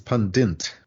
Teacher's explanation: often they put an extra N in, so it comes out as pundint